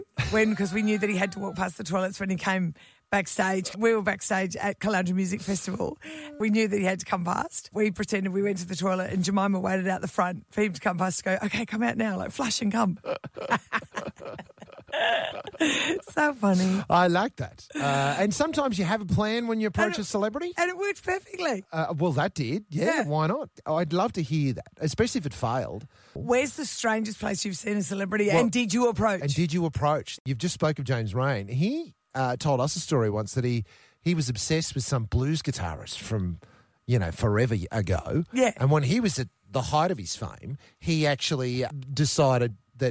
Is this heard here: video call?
no